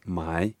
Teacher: third tone, going down and then up in pitch